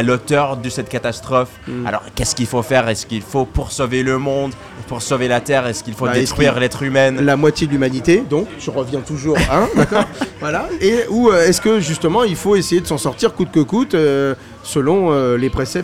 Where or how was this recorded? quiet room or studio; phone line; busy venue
busy venue